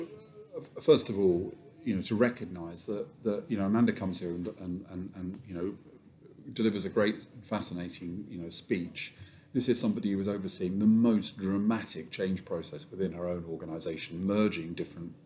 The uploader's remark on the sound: Live from Confed